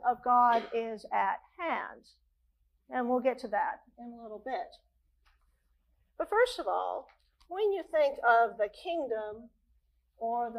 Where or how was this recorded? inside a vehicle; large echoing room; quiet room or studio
large echoing room